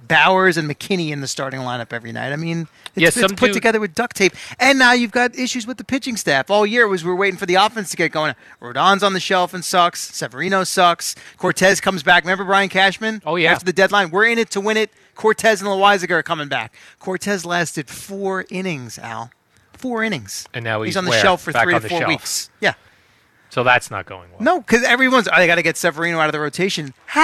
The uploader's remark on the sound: Live from Giants camp